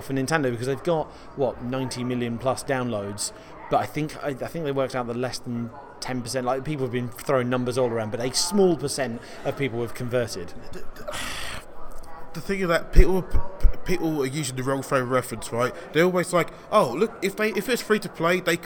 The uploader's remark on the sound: Recorded at Mobile Games Forum 2017 in London